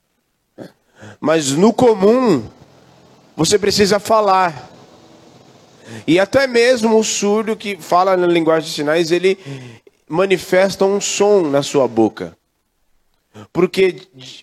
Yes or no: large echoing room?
yes